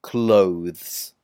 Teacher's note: It's really quick the way it goes from the th to the s sound. So you have to be quite fast with this, clothes.